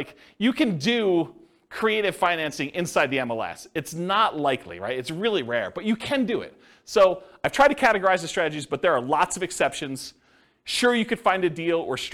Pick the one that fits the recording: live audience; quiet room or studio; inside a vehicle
live audience